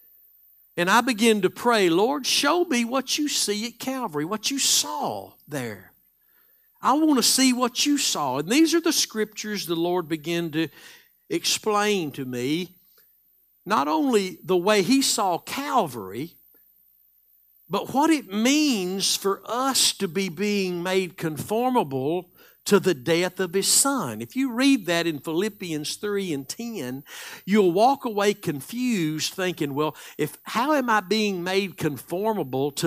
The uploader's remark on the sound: Live Sunday Morning Service.